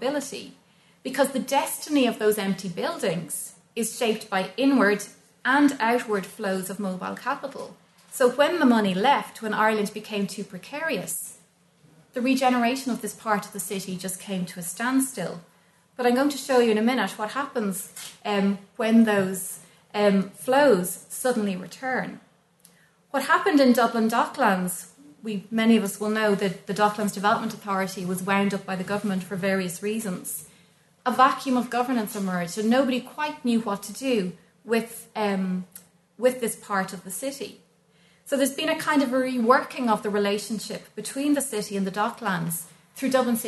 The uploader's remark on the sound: recorded at the Dockland Encounters Symposium